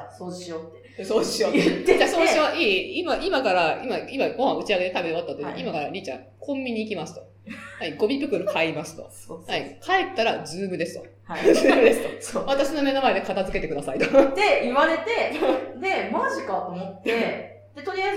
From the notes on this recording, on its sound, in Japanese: 今月ちょっと音質が悪いです。